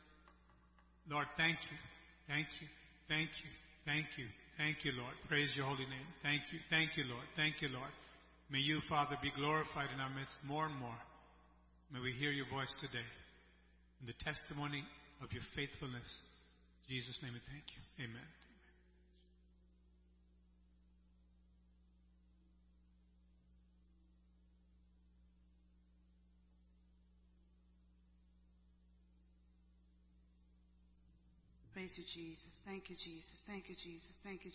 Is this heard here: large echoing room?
yes